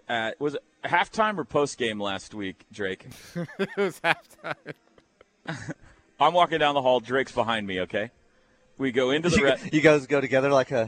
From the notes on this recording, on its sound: go live from the Omni in downtown Dallas at the OU Alumni Boomer Bash.